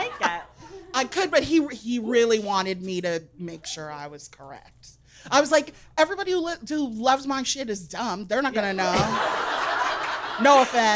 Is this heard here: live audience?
yes